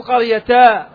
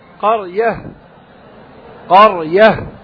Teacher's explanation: أما إذا كان على تاء التأنيث المربوطة فيوقف عليها بالهاء، لا يوقف عليها بالمد. · Shown in: second take · Term: هاء التأنيث